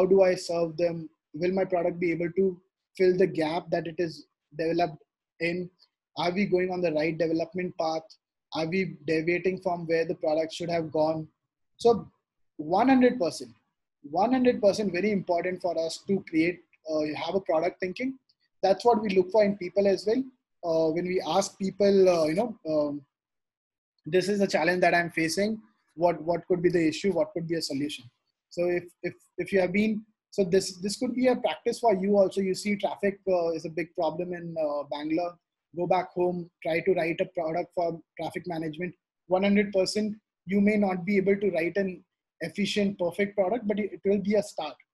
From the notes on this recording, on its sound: this audio segment from the webinar